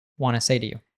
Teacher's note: Anytime we have want to, it becomes wanna.